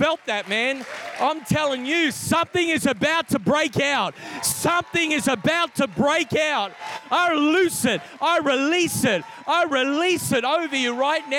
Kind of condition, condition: setting, large echoing room